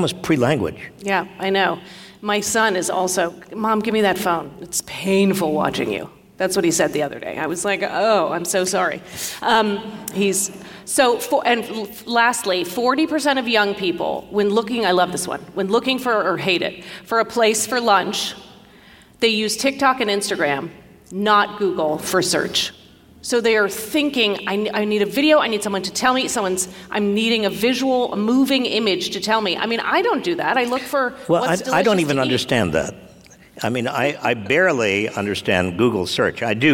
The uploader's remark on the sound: Today we share with you our discussion before a live audience at the San Francisco Arts and Lectures series.